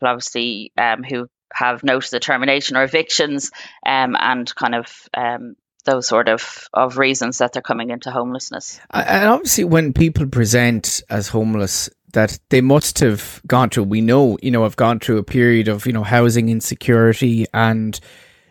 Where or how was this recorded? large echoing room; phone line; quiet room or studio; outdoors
quiet room or studio